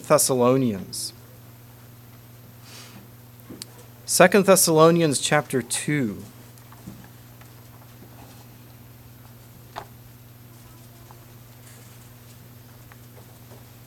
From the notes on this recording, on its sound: Message preached at Word Of Hope